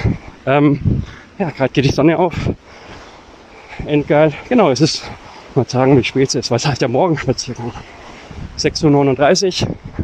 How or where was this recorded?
outdoors